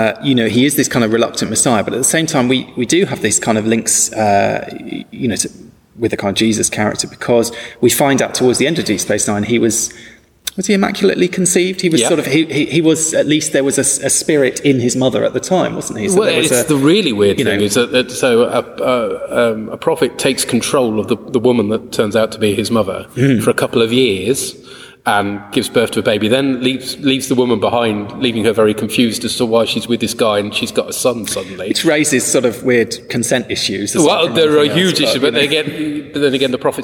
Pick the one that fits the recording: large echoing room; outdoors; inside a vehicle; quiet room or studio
large echoing room